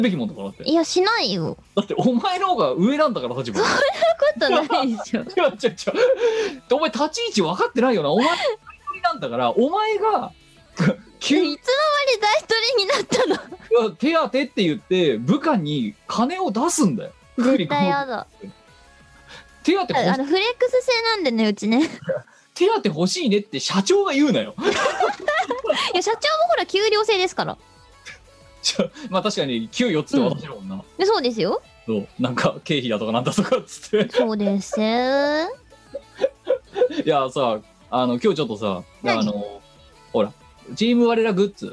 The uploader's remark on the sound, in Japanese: 本番組はリモート収録です。収録時環境の影響により、聴き取り辛い部分があります。